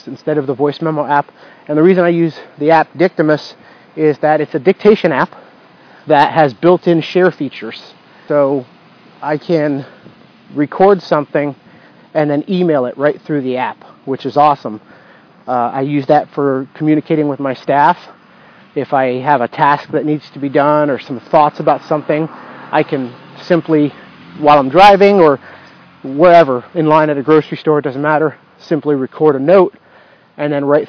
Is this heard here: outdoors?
yes